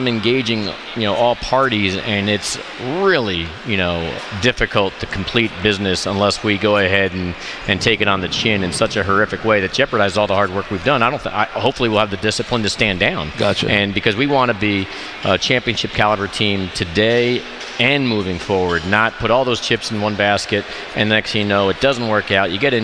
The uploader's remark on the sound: Live at Grand Central Teriminal.